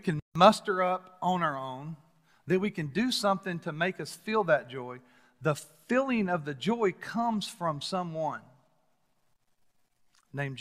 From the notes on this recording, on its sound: Recorded live at The Fellowship at Mt Juliet